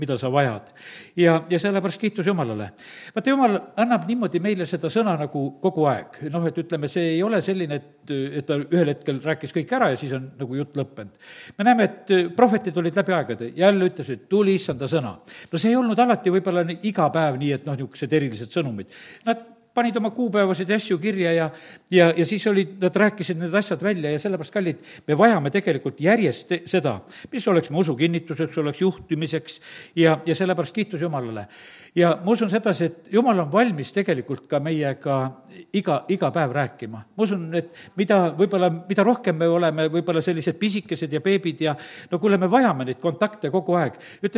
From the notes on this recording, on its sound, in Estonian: Audio salvestus koosolekult